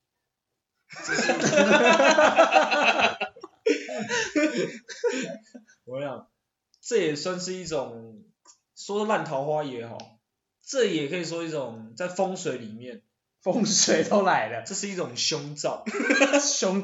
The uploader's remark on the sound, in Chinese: 因為還在各種嘗試錄音方式，音質可能會有落差。